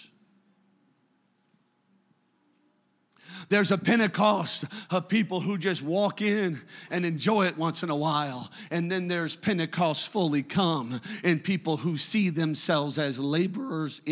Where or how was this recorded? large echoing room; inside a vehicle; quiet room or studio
large echoing room